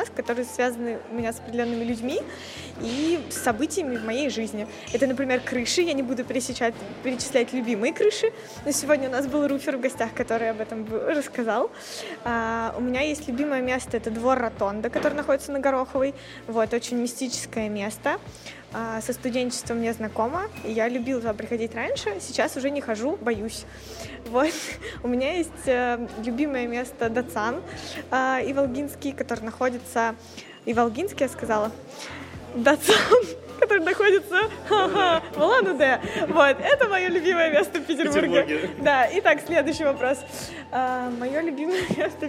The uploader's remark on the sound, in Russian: «Podcast TRAVEL TIME» на фестивале «Теперьбург»